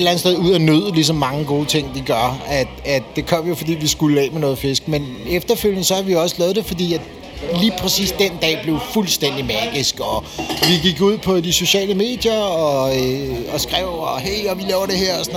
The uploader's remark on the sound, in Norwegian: "Fiskebyen 2023" Livereportage. Tid til en livereportage! Der bydes på bobler, god musik og godt humør i denne bonus-episode fra "Fiskebyen", byens skånsomme fiskemarked. Og så møder vi da også nogle af markedets skønne gæster.